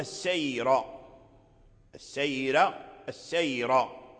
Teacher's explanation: إذن هذه الياء ساكنة، الراء مرققة